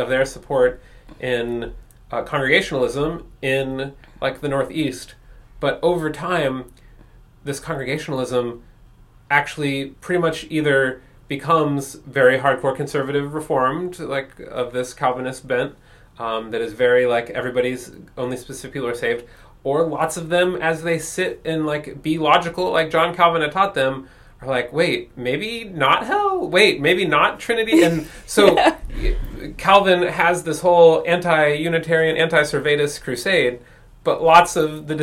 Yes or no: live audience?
no